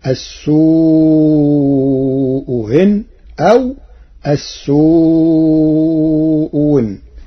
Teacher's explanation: قرأ ورش كلمتي السوء إن بتسهيل الهمزة الثانية وإبدالها واوا في لغات العرب فتصير السوء هن أو السوء هن.